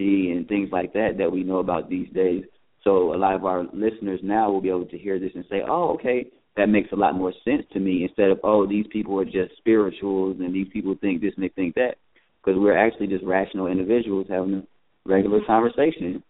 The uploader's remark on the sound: Thought Provoking Live Call In Talk Show.